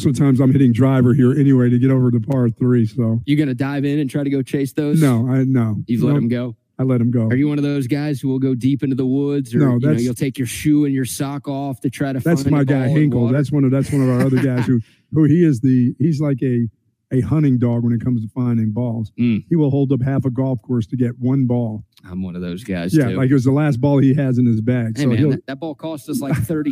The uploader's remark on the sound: LIVE from The Hills Country Club in Lakeway